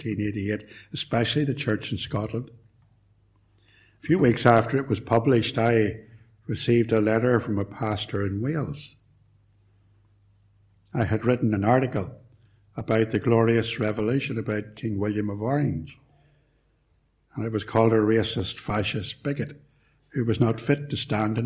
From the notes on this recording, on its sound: Recorded at Templepatrick Reformed Church